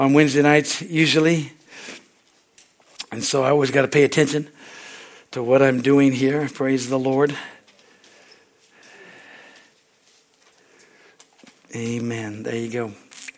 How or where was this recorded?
large echoing room